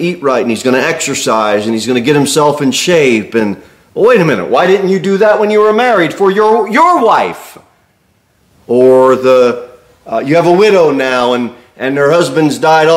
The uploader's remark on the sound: Sermon delivered at Pilgrim Baptist Church